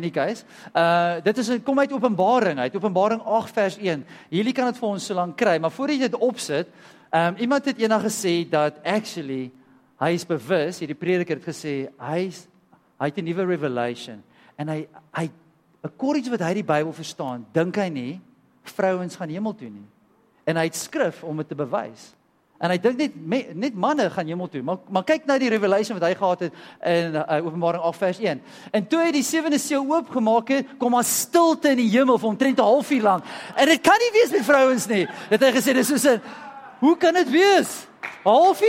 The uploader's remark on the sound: Sunday Sermon. At Joshua Generation Church Wellington PM congregation.